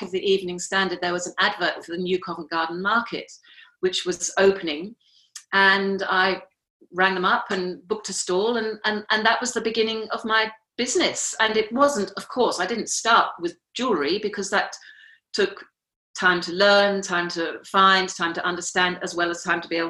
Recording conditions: video call